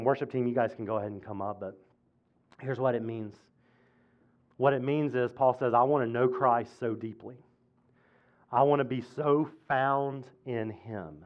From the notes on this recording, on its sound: at Impact Church of Fredericksburg in Fredericksburg, VA.